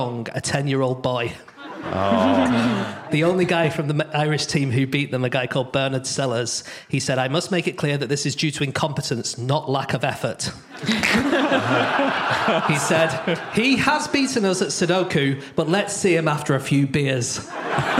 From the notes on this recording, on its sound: Live from Exeter